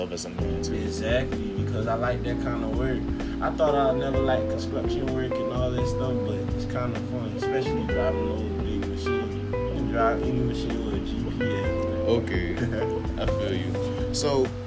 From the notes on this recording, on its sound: PLEASE EXCUSE THE AUDIO IN THE BACKGROUND